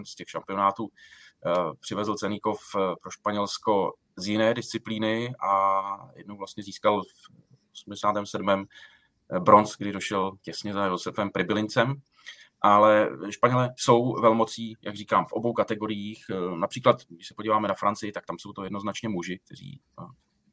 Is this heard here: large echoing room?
no